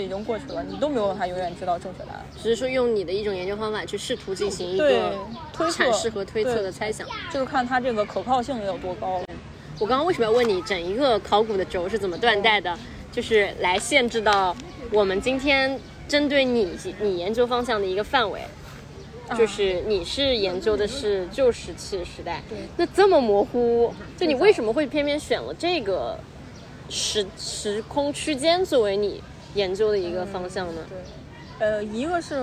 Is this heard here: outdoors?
yes